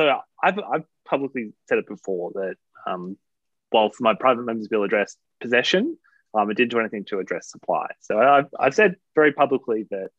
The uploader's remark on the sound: We chat over zoom